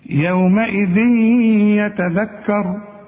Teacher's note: يبقى انا حدغم وكأن الياء مشددة · Term: ادغام